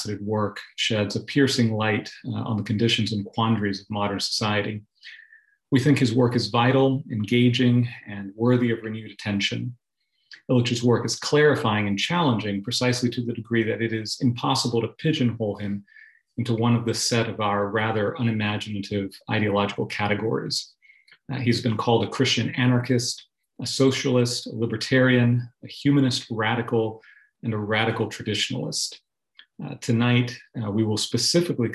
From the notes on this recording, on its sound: delivered as a Zoom webinar